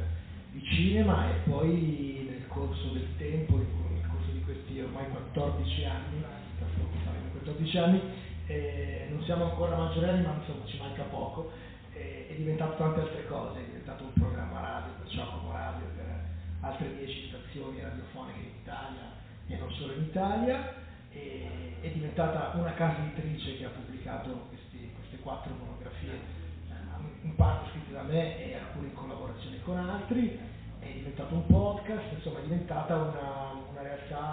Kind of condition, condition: setting, busy venue